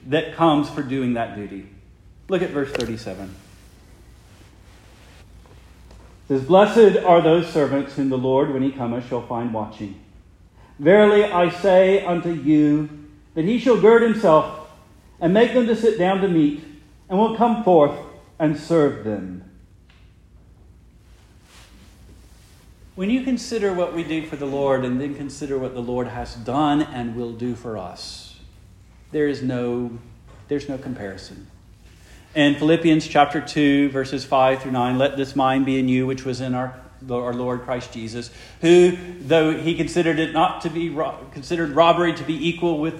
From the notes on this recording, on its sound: Preached the morning of July 16, 2023, for the Heidelberg Presbyterian Church in Heidelberg, Mississippi.